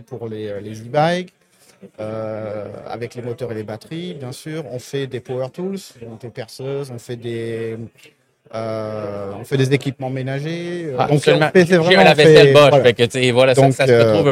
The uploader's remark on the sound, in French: En direct du Hardtech à Toronto